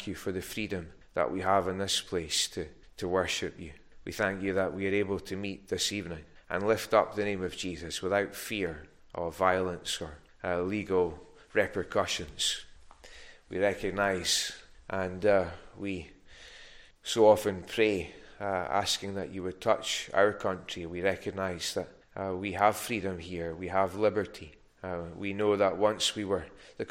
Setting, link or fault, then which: setting, large echoing room